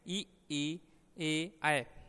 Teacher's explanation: इनमें जो भाग ऊपर उठकर निश्वास के निर्गम मार्ग को संकीर्ण या परिवर्तित करता है उसके अनुसार स्वरों का भेद हो जाता है। पहला जिह्वा के अग्रभाग को उठाकर जिन स्वरों का उच्चारण होता है वे हैं ई ई ए ऐ, इसी से इन्हें अग्रस्वर कहते हैं।